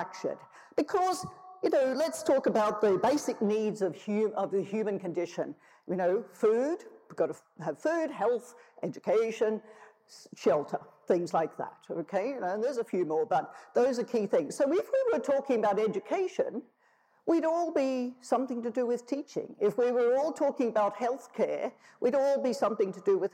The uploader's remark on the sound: tells the audience at the Festival of Place